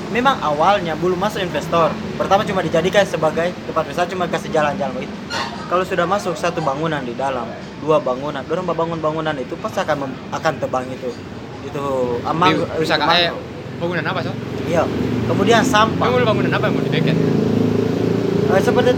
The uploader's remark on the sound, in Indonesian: Diselah-selah ngerjain Proyek Video Profil KPMB-Y di panasnya cuaca Yogyakarta. Kita ngopi di angkringan di kawasan Tigu Jogja.